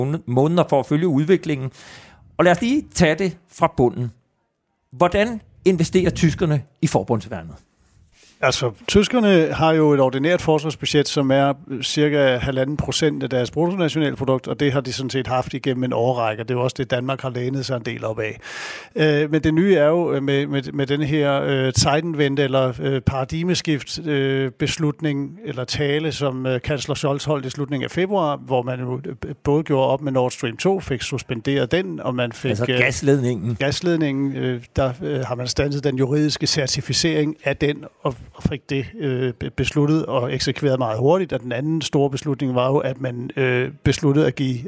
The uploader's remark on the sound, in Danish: Programmet blev optaget på Folkemødet